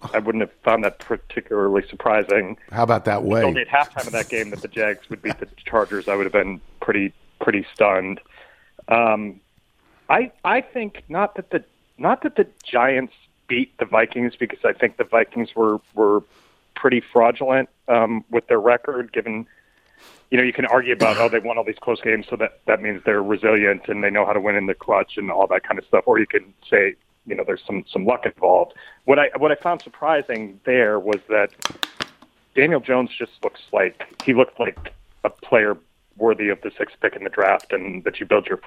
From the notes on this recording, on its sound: Phones in to give his thoughts. Calls in to talk more NFL.